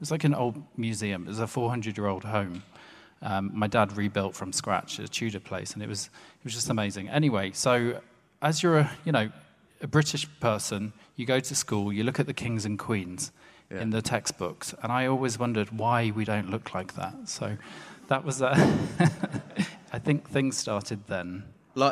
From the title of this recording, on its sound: Live at Hay Festival